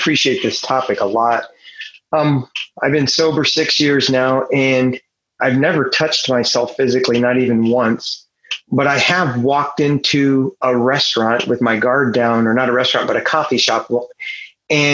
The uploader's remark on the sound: Took us on a zoom journey.